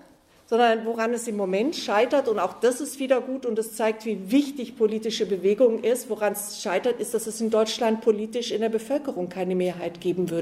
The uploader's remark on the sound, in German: Auf der Konferenz «70 Jahre: Kein Frieden mit der NATO» der Rosa-Luxemburg-Stiftung in Frankfurt.